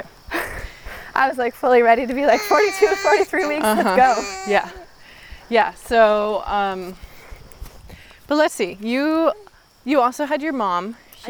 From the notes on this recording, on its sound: We were still figuring out how the mics worked while we walk in this episode, so you will hear some funny clicks.